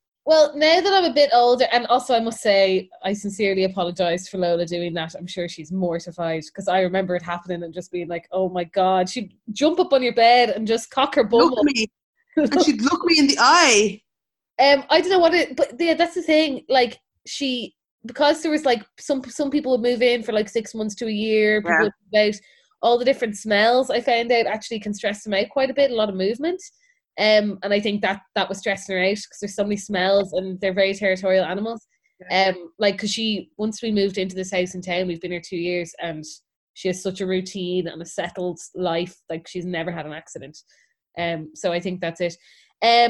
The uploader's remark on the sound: Recorded on Zoom.